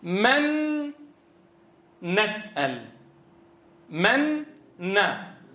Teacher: حين أدغمت نون بنون إيش ناتج الإدغام؟ النون الساكنة شو صارت؟ نون ساكنة مشددة. إدغام من باب التماثل.